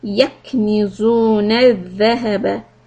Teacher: كاف سكون a little hams